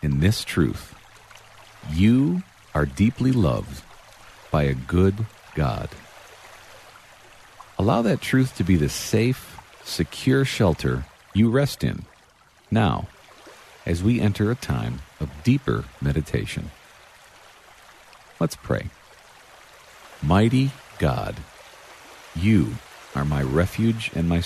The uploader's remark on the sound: Relax to the sounds of nature.